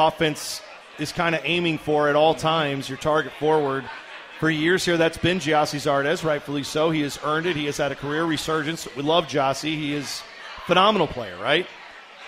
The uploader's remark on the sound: LIVE from the Pub at the LDC for a postgame show.